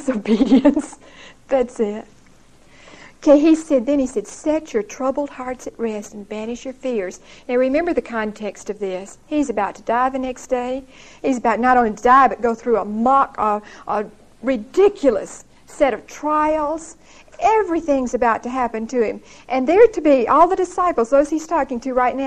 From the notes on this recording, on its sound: Recorded 11/4/1975 at Whitesburg Baptist Church.